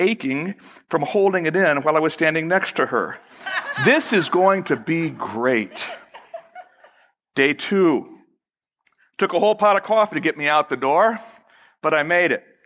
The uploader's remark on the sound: Originally recorded March 4, 2012, at Fellowship Missionary Church, Fort Wayne, IN.